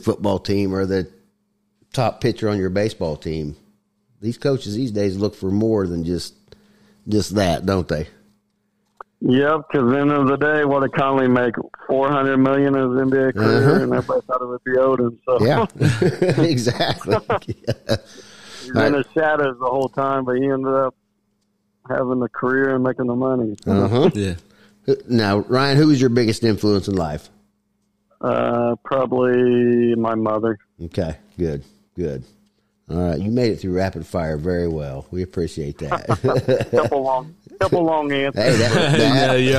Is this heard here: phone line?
yes